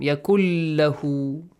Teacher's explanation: again merge the sound of noon into lam. Yakul lahu, as if noon is omitted here.